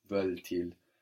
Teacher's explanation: with the inversion, makes us hear the T on the end of veulent